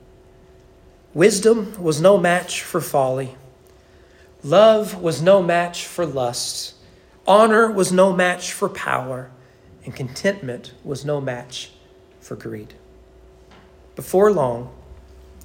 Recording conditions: large echoing room